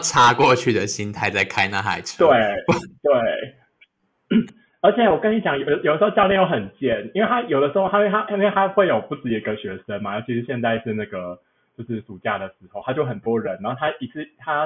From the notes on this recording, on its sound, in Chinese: 這集音質不知道出了什麼技術性的問題所以有夠爛